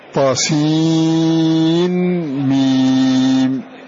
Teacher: قرأ بإظهار هذه النون عند الميم في طاسين ميم